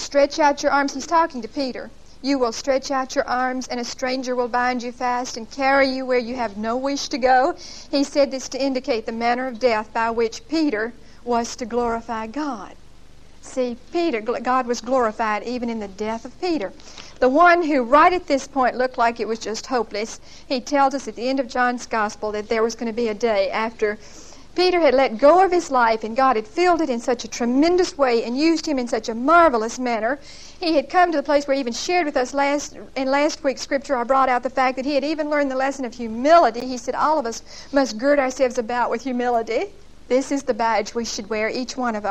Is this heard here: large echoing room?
yes